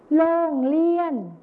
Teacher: การเปลี่ยนเสียงที่เป็นรอเรือไปเป็นรอลิงนั่นเอง